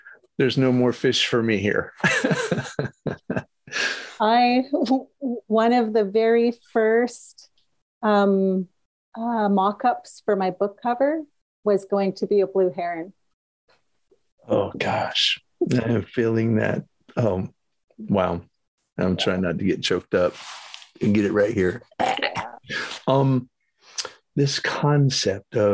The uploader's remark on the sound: Recorded 1.17.2023 in Raleigh, NC and Kamloops, BC on Zoom